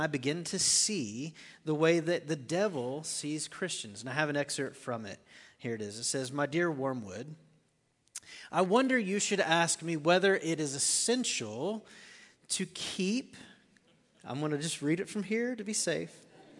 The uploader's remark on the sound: Recorded live at The Fellowship at Two Rivers.